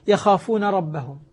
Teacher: يعني مثلا يخافون ربهم، ما نقول يخافون رب، ما تدغم النون هنا لأن قبلها ساكن